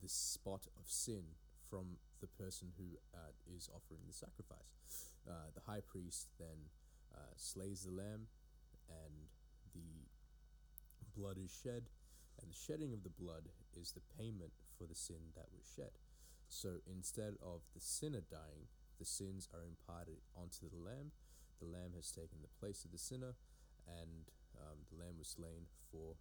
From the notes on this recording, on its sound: Also, my apologies for the audio on this one.